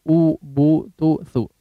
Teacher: Harakat dhammah ketika kita ucapkan memang memonyongkan kedua bibir.